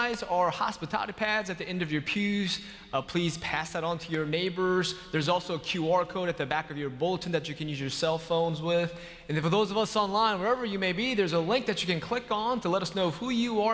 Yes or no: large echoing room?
yes